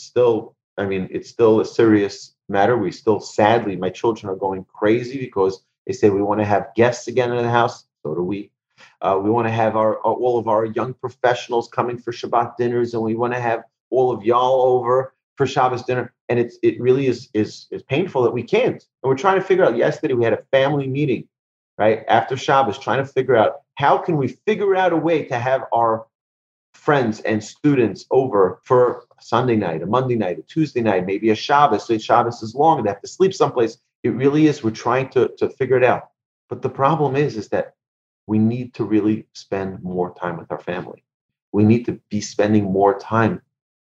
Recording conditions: video call